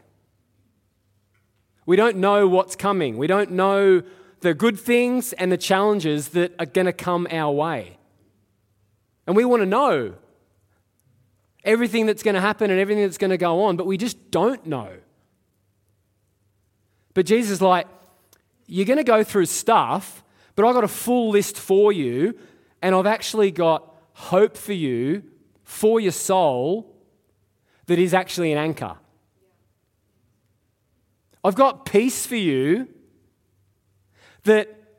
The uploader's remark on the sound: Live at Echo Church Melbourne